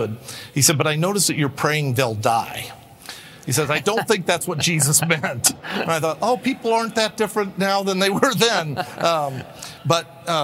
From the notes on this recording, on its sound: In this episode, we bring you a plenary address. Featured at Acton University, 2022.